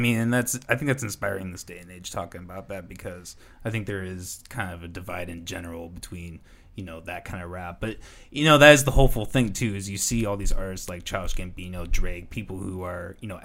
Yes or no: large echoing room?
no